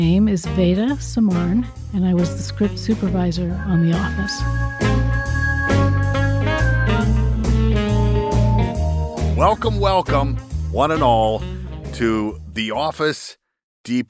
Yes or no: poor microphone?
no